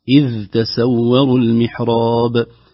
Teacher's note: في حفص إذ تسور المحراب بظهور الذال وتخليصها من التاء